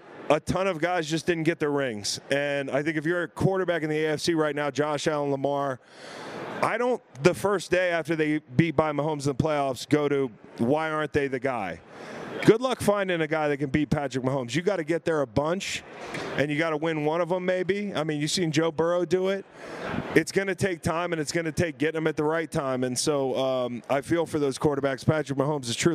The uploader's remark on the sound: SB LVIII Radio Row in Las Vegas!